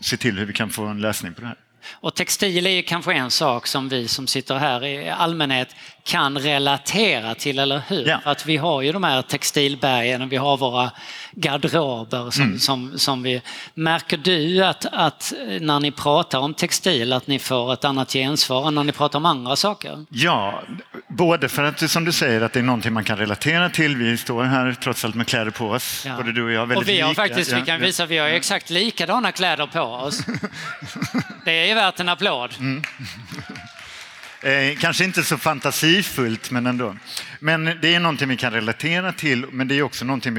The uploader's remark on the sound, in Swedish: Live från Ystad Summit 2023